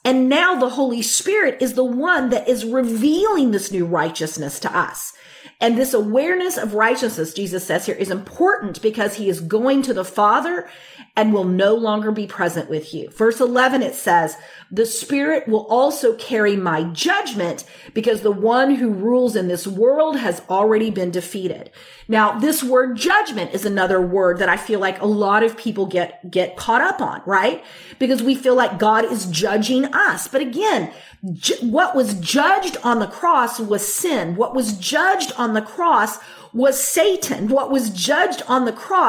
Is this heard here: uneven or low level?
no